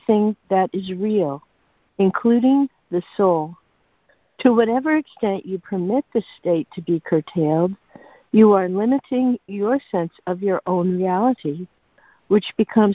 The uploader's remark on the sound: ACIM Daily Conference Call